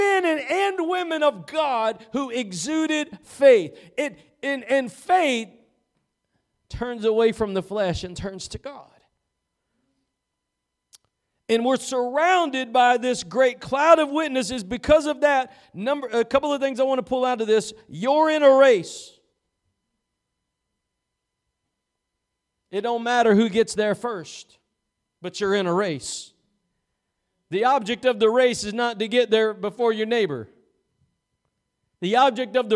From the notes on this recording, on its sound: Preached at Gospel Lighthouse in Bossier City, La.